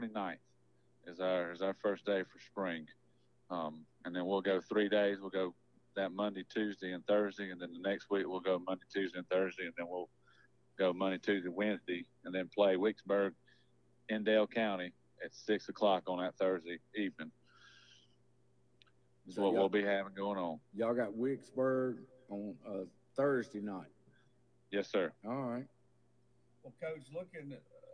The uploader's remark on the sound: Guest for show by phone